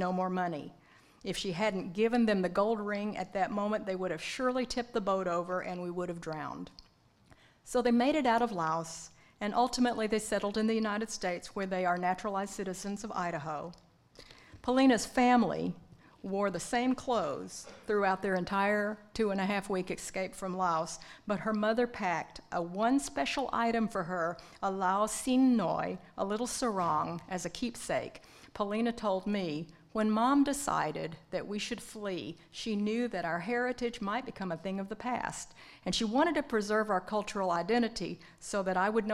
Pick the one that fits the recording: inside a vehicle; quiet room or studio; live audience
live audience